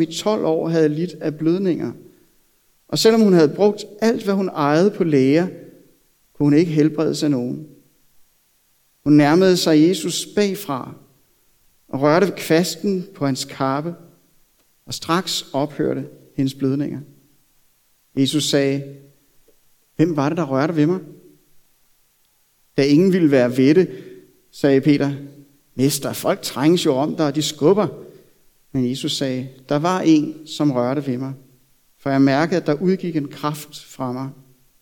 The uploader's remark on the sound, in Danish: Prædiken er optaget fra Københavnerkirken.